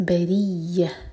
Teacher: را کے نیچے کسرہ تو را باریک، یا پشدہ تو یا اسٹرانگ